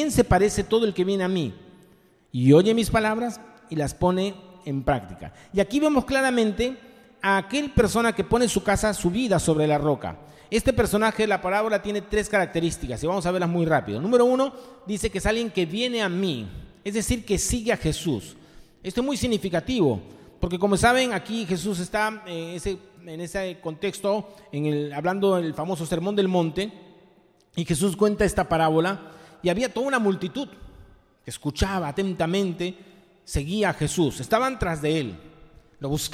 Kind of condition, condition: setting, live audience